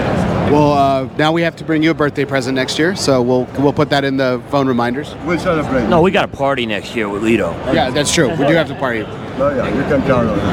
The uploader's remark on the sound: recorded at this year's PCA